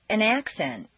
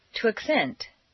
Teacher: change the stress from the first syllable for nouns to the second syllable for verbs